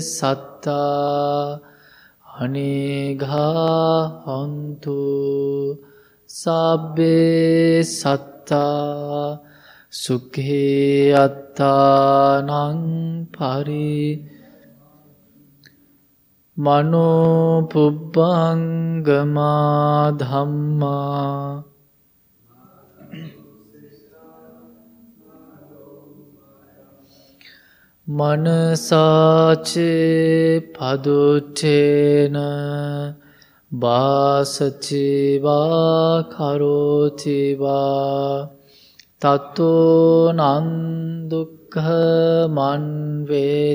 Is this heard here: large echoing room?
yes